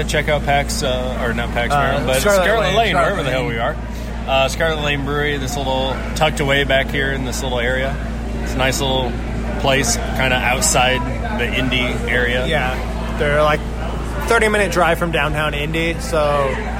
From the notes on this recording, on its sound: This week the geeks record another live episode, this time at Sample Indiana 2019. The second annual event, presented by Indy Craft Brews and hosted by Scarlet Lane Brewing, featured 13 breweries and plenty of beer to go around.